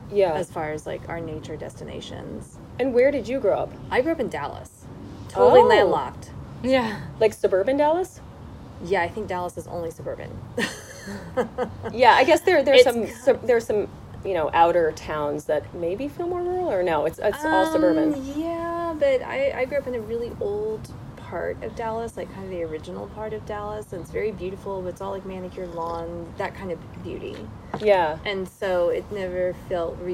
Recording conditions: sounds in the background